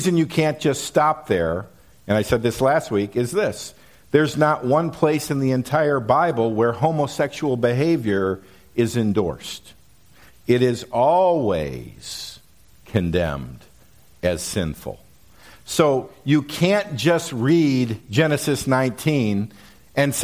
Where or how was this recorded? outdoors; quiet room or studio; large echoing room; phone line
large echoing room